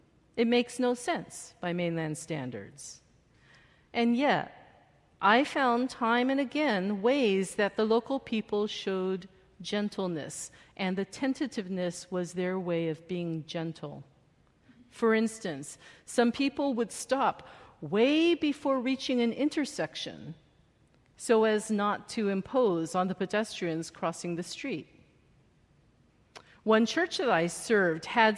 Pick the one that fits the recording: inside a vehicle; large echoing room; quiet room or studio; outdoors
large echoing room